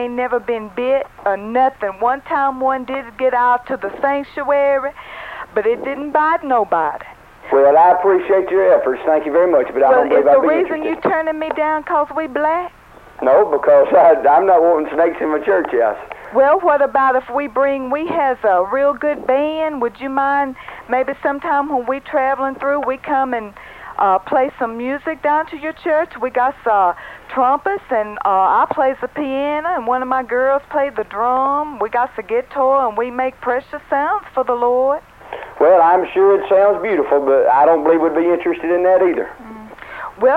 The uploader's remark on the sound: Prank Phone Calls